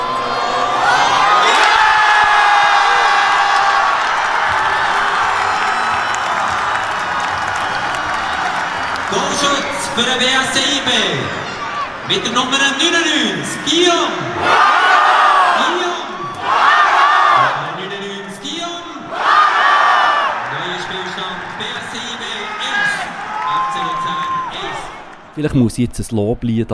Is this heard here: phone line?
no